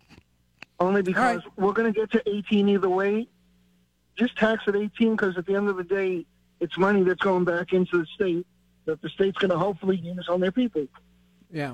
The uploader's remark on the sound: Takes your phone calls on the topic.